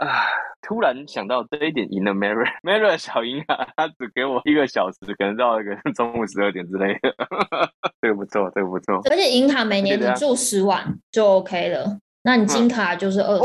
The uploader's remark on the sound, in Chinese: 正在隔離中。因此無奈我倆只能線上錄製，音質方面無法與過往相比較，還請大家見諒！